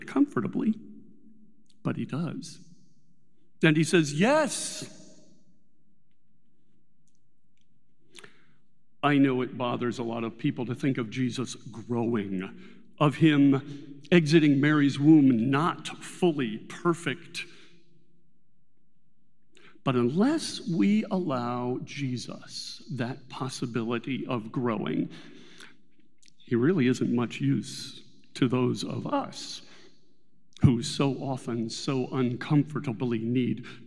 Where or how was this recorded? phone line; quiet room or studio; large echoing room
large echoing room